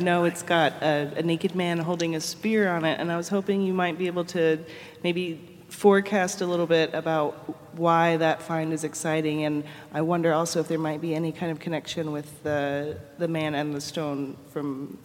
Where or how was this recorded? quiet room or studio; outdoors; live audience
live audience